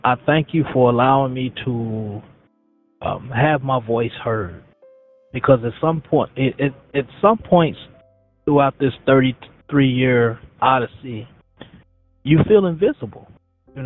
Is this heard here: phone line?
yes